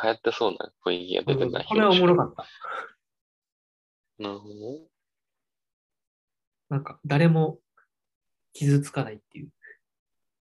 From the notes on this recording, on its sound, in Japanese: zoomで話してます。